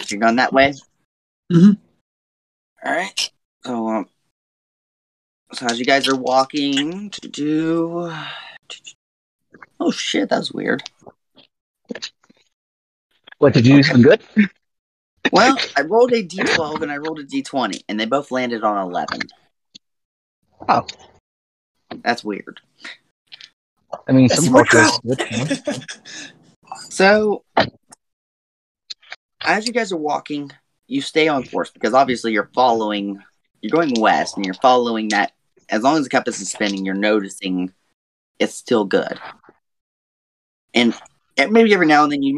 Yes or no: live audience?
no